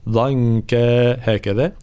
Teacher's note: كلمة ضنكا إذا وقفنا عليها مد عوض ضنكا هكذا، إذا وصلناها طبعا نبين التنوين، تنوين وبعد حرف واف حكمه الإدغام مع الغنة.